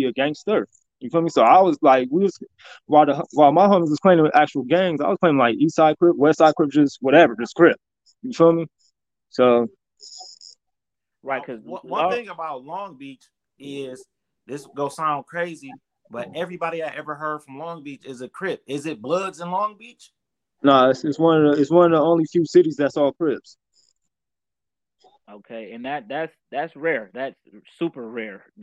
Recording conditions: video call